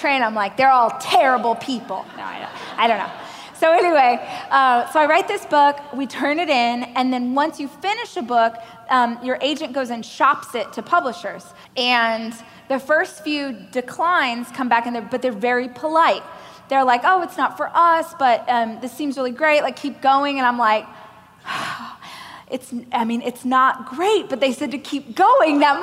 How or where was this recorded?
live audience